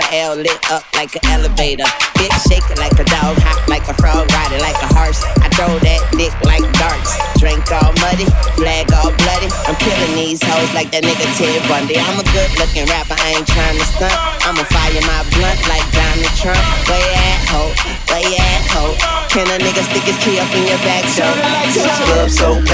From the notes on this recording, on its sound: recorded from Drai's Afterhours in Las Vegas, NV on 11-2-19